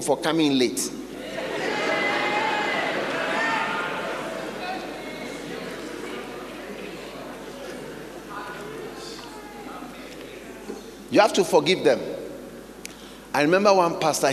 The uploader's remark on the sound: Preached at the Healing Jesus Pastor's Conference, Nyeri-Kenya, on the 2nd and 3rd December, 2022.